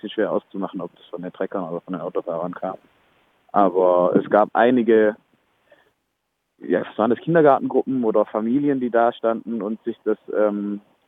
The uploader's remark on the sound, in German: Am Europaparkstadion in Freiburg. Berichtet im Telefongespräch live.